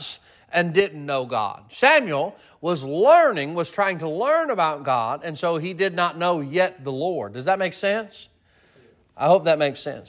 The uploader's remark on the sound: Sermon preached at Mid County Baptist Church